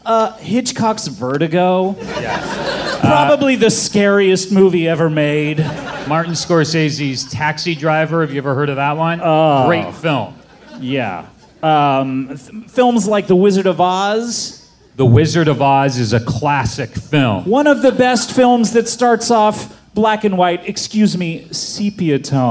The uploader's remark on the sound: LIVE from SF Sketchfest. Episode recorded LIVE from Cobb’s Comedy Club!